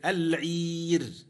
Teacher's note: سكنت الراء فيهما لأجل الوقف ترقق وقفا